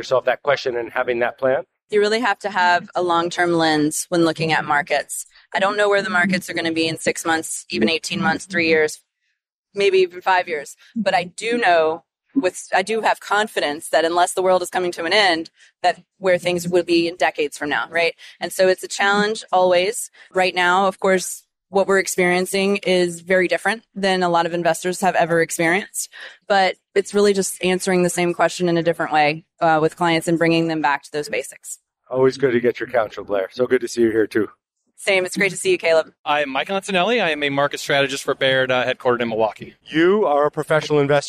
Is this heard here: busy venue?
yes